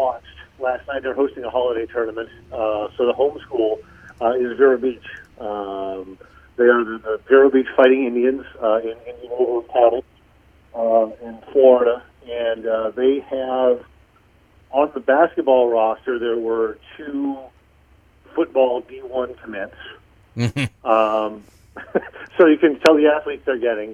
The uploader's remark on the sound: calls in to the B-List Daily